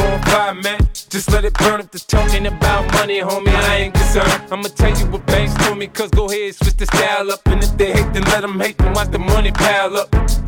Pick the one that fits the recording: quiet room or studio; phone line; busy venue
busy venue